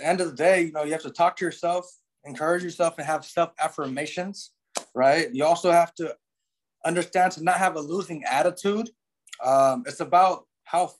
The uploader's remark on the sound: hang out on zoom